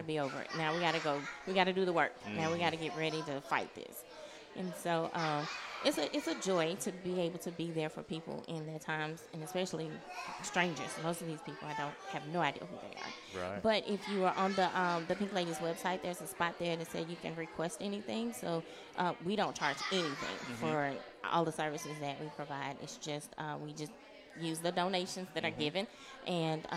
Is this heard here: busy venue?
yes